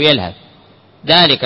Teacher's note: لكن إذا وصلت تدغم الثاء في الذال. وهنا عمل حركة السكون أظهرها من أجل يتبين أنه ساكن، وإلا في المصحف عند الإدغام الكامل يعرون الحرف عن الحركة وجميع التشكيلات، ما يجعلون فيه شيئا من الحركة.